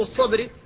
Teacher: فالباء ساكنة بعد المستعلي المطبق فلا بد من الحفاظ على ترقيقها